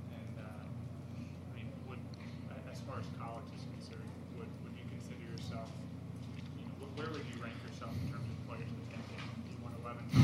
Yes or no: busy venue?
yes